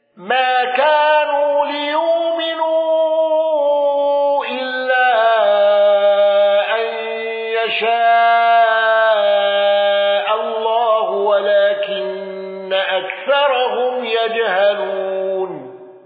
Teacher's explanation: أبو عمرو بتوسط المنفصل وتقليل الياء